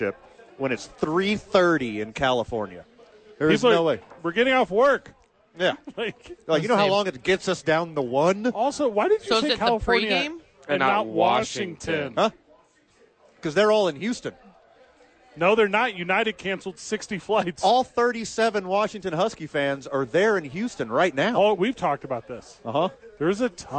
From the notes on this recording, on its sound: live at Howies watching the National Championship